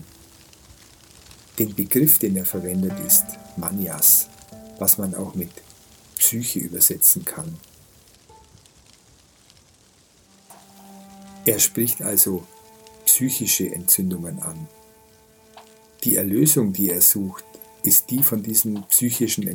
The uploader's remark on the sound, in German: In dieser Folge hörst du eine Aufnahme, die ich im Regenwald gemacht habe. Die hochwertige Audio-Aufnahmen, die ich in Indien gemacht habe umfasst das volle hörbare Klangspektrum.